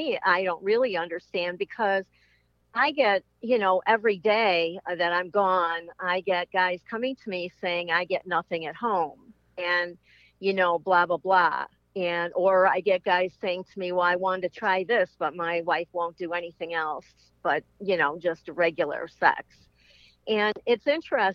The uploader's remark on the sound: they called in to talk all about it